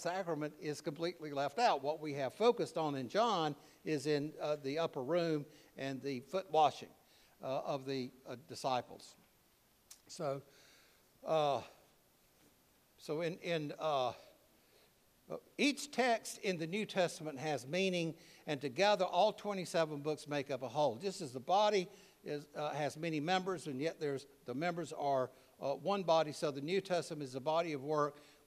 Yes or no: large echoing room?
yes